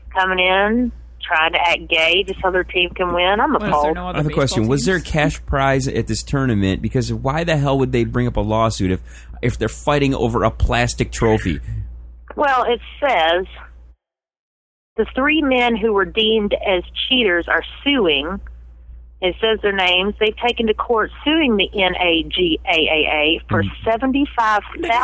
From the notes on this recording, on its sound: Via the phone. In studio do some news.